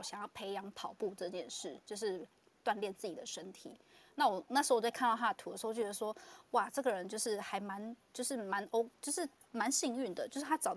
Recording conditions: poor microphone